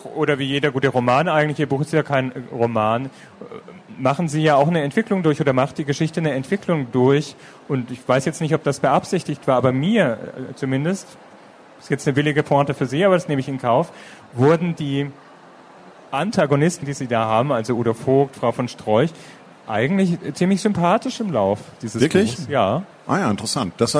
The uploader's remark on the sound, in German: Das Gespräch wurde Mitte Oktober im Rahmen der Veranstaltungsreihe „Der SPIEGEL im Gespräch auf der Frankfurter Buchmesse“ aufgezeichnet.